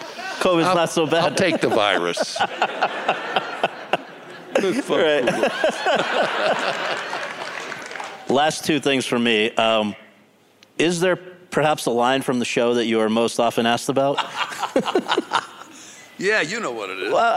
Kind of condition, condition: setting, live audience